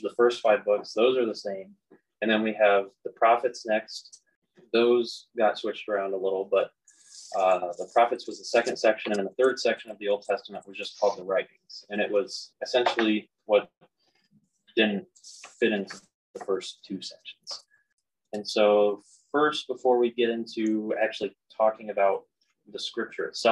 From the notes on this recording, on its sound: the audio quality is not that great and there are moments where some of our words cut out for a short time.